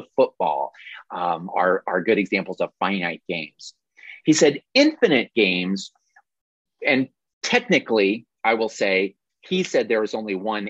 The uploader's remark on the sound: This is the audio replay of a monthly Zoomy Zoom